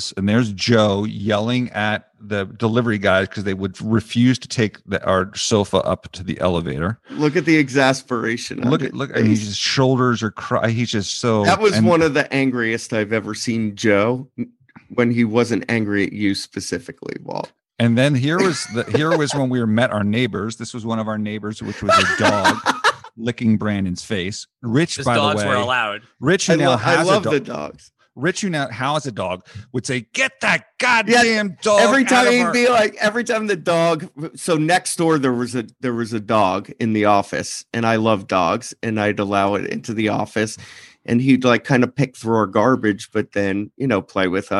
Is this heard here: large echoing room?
no